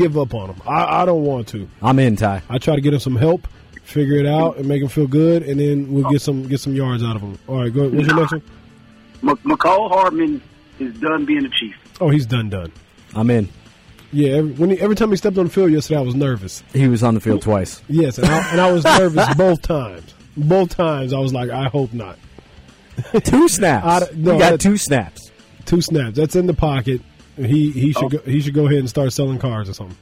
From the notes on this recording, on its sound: joins over the phone